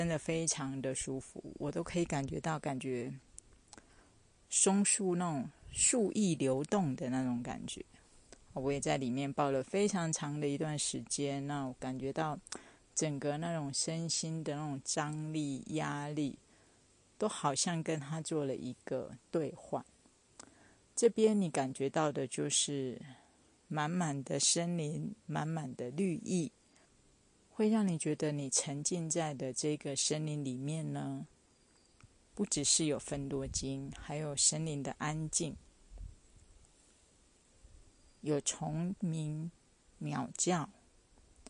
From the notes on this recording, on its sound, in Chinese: 新竹觀霧檜山巨木群森林療癒。在觀霧檜木巨木群步道的現場。